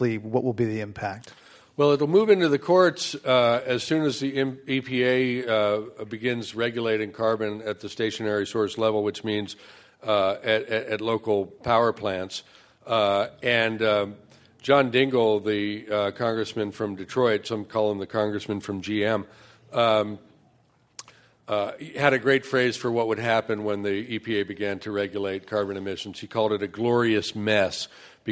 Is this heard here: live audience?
yes